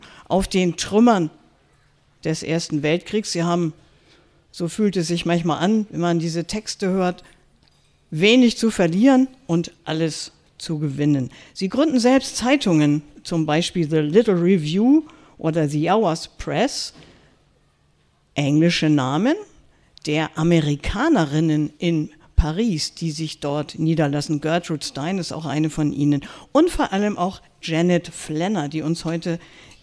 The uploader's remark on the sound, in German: Literatur im Künstlergarten. Mitschnitt einer Veranstaltung. Im Künstlergarten des Haus der Weimarer Republik.